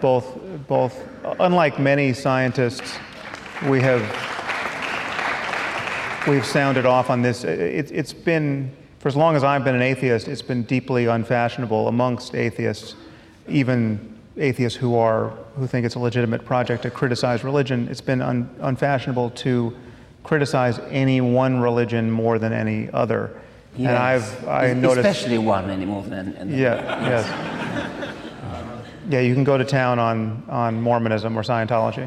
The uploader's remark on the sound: at a live event in Los Angeles